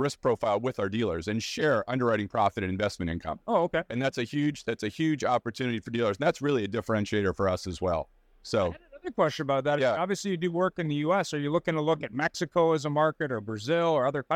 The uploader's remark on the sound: "Live" from NADA 2024